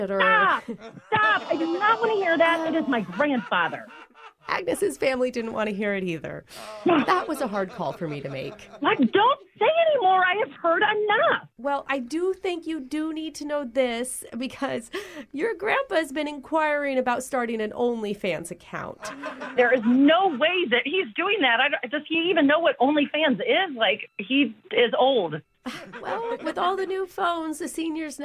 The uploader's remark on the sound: Phone Tap